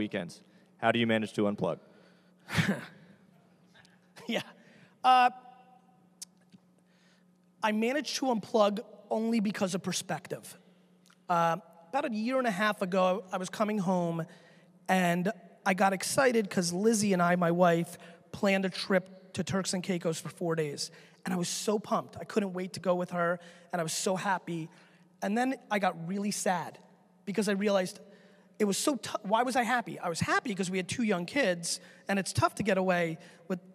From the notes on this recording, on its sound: A keynote that I gave back at SXSW 2014.